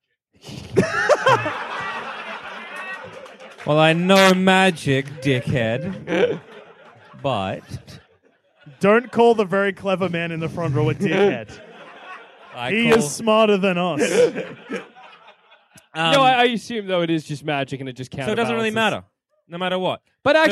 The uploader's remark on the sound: Part of our 2017 UK Tour. Recorded at the Banshee Labyrinth in Edinburgh.